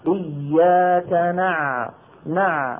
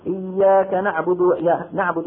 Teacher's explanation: لا بد للقارئ عند النطق بالعين من نعبد أن يمط صوته قليلا لأن العين حرف بين الرخو والشديد · Shown in: first take